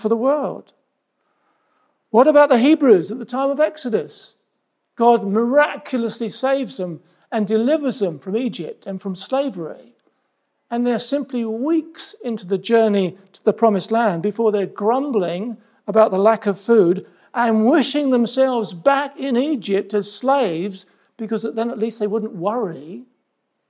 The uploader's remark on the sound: This sermon was preached at Welcome Baptist Church on Sunday 30th July 2023.